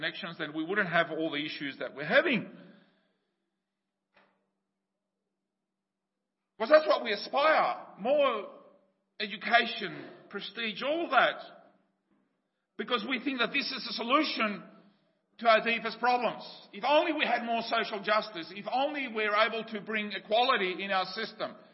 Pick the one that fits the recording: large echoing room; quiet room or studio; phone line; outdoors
large echoing room